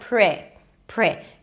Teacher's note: So we start with PR, round your lips a little bit for the R, bring it back, the tongue, pre, and then it's a relaxed I sound, not pretty, but pre, pre. Then a flap T and a high E, pretty, pretty, pretty.